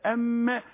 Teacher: شوف النفس اللي هيرجع مرة تانية، لان اهو هيرجع هينخفض اللهاء، ايوه الحنك الاعلى هينخفض عشان يمر النفس للتجويف الفموي الانفي اللي فوق · Term: حرف الميم